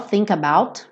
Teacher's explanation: naturalmente você vai ligar think com about, consoante, vogal